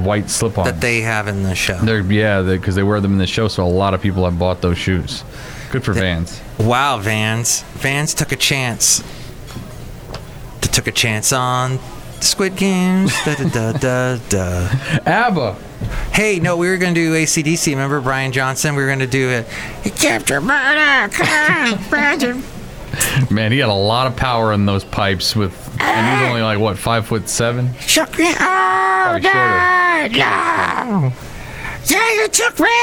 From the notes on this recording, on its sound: podcasts live from Cafe Anyway